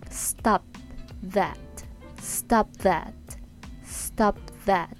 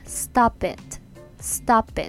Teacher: the the っていう音ですねで母音ではないので Stop that Stop that Stop that でちょっと Stop の P でこうクッてちょっと that を発音するまで Stop の P でちょっとホールドする感じになります · Shown in: first take